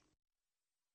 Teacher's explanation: Ama harfi uzatan bir şekildir, bir işarettir. Burada dal harfini bir elif miktarı uzatarak okuyoruz.